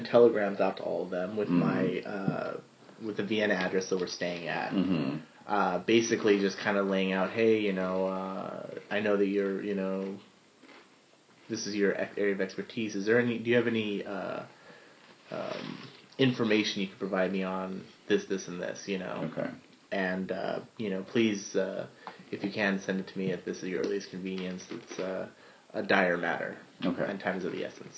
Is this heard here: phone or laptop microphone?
yes